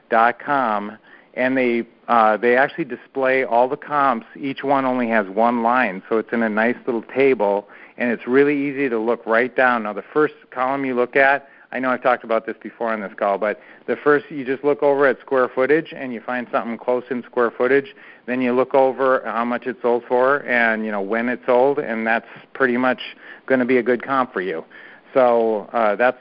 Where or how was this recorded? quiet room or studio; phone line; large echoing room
phone line